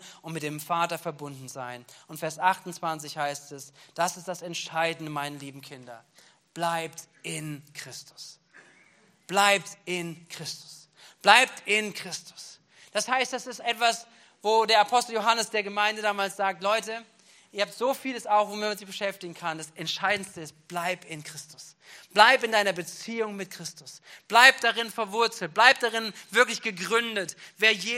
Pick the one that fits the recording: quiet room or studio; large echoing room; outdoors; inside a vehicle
large echoing room